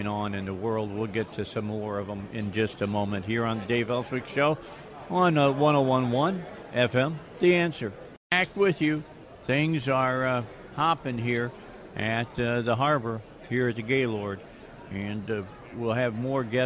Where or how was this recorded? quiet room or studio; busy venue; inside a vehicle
busy venue